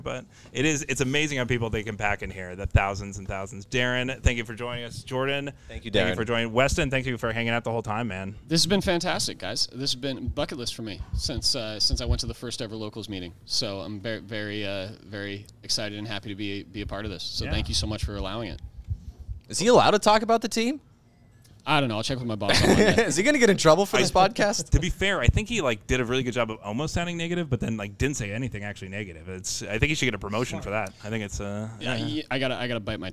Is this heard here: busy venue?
yes